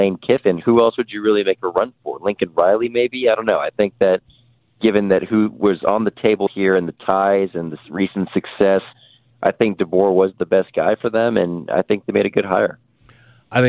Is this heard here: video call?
no